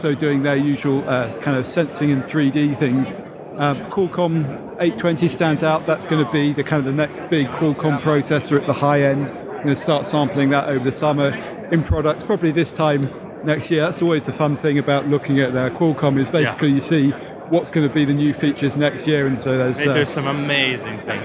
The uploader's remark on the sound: Head to Mobile World Congress and report live from a very noisy show floor. Live at Mobile World Congress. Report live from a very noisy show floor, including visits to ZTE, Huawei, LG, Microsoft and HTC's stands.